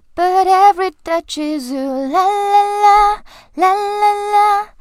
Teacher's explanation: Is 和 u 连读就在一起发成了 zoo But every touch is zoo La la la 这个 la la la 都是往上扬的 But every touch is zoo La la la La la la 好一起再跟我复习一遍